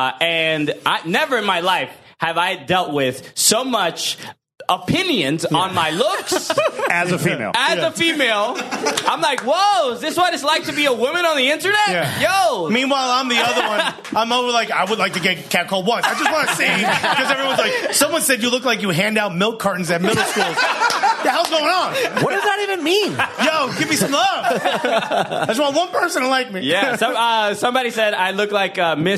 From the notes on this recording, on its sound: Recorded live in front of a studio audience at the top of Madison Square Garden.